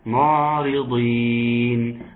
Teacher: العين الساكنة خد بالك منها، انها ايه فيها توسط